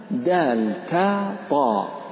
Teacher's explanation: طرف اللسان مع أصول الثنايا العليا